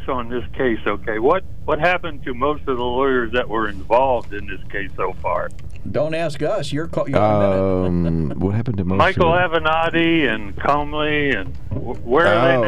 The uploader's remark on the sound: During open phones